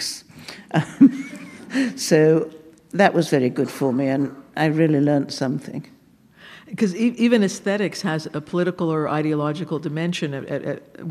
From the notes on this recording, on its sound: Recorded live at the Blue Metropolis International Literary Festival in Montreal.